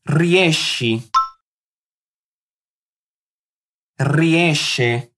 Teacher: vamos pronunciar como se tivesse um som do CH ou um X bem chiado